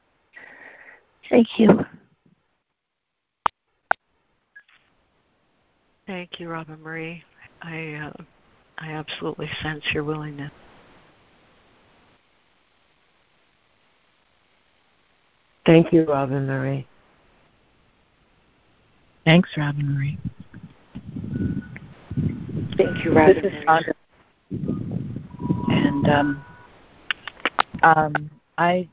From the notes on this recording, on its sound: ACIM Daily Conference Call.